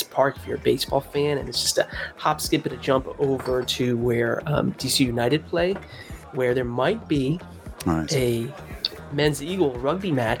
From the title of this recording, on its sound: Happy Hour LIVE Tap Room - Treehouse Brewing & Solace Outpost